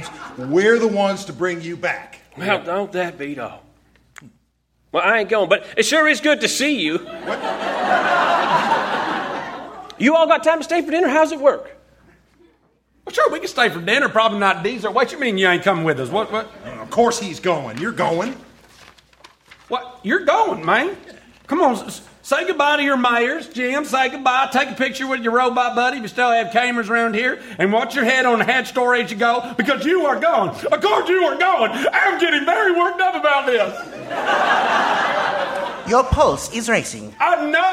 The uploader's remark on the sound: Recorded Live 3/3/2012 at Largo, Los Angeles.